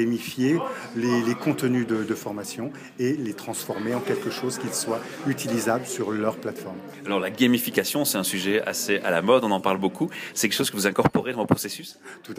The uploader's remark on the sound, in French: Quelques interviews enregistrées lors de la soirée Apéro. Une collaboration entre « HRmeetup » & « Apéro RH de Lille » pour les enregistrements et la video.